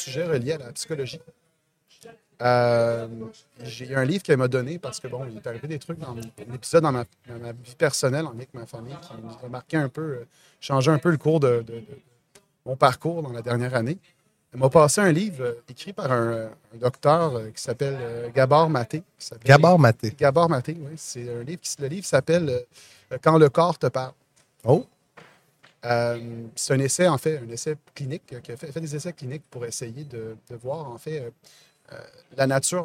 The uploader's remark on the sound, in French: en direct de Stratégies PME